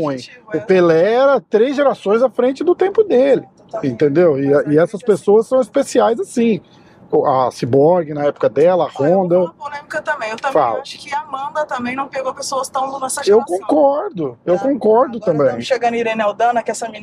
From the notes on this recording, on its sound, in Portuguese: Demos uma volta pelas ruas de Boa Raton